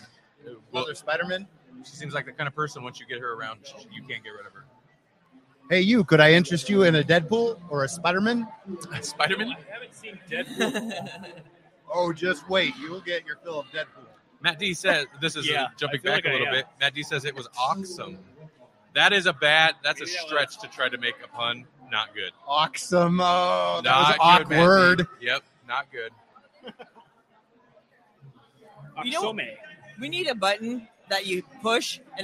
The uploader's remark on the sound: Live from O Con Expo 2019 in Council Bluffs, Iowa!